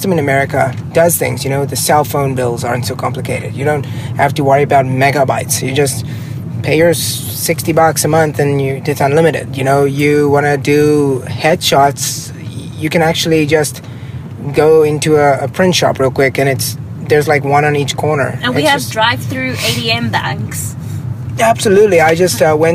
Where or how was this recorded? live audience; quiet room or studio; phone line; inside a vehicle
inside a vehicle